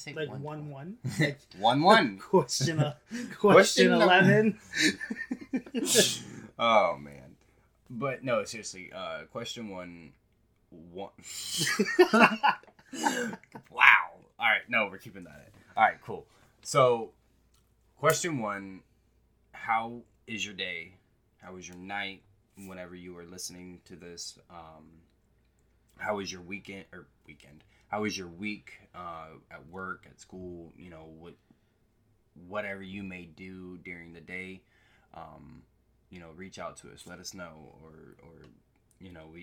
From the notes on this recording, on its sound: we are still having trouble with the audio